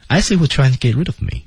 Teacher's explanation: 那么语调呢，肯定是降调，因为他确信此事